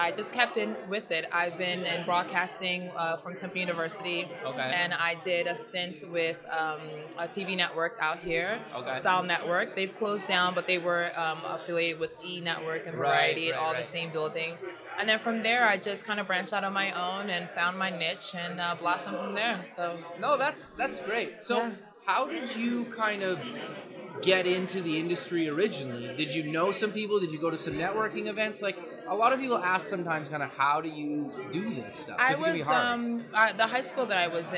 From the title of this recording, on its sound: Live at the MEAs